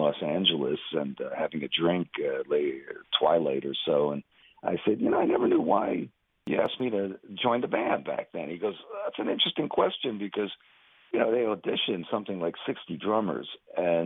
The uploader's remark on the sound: chat by phone